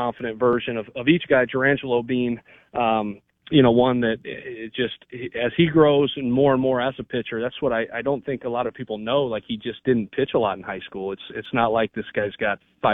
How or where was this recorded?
phone line